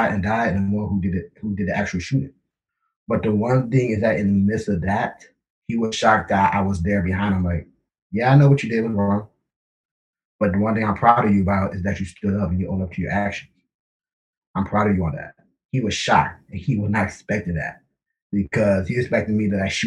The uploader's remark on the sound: In this episode I host a Zoom session. With 6 important Black men in my life.